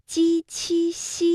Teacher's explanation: 如果没有把舌面拢起来，那么鸡七西就会发成 zc · Term: 舌面音